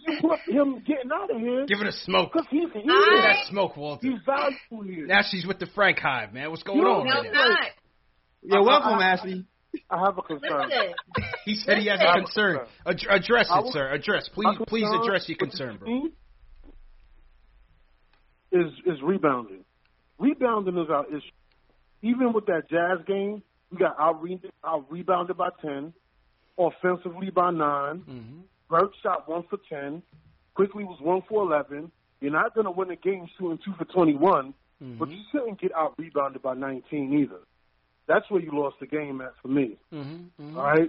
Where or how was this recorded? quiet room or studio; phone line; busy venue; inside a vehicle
phone line